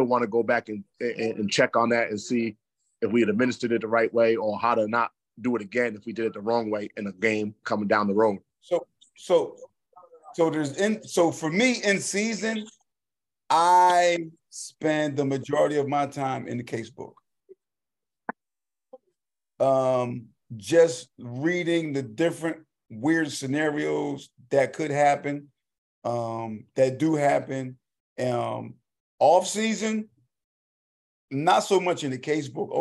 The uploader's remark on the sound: zoom recording